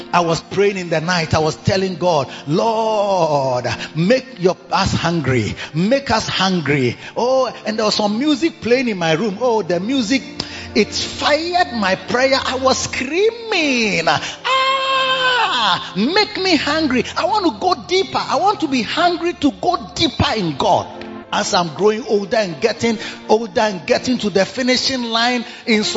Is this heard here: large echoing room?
yes